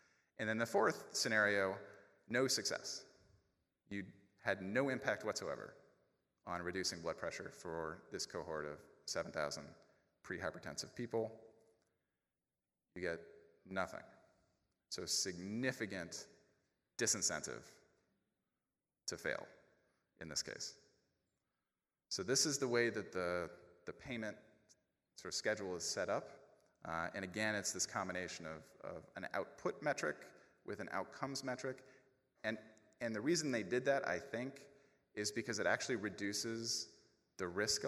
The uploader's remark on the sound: A recording of the September 2017 plenary lecture. During the annual Chronic Disease Academy.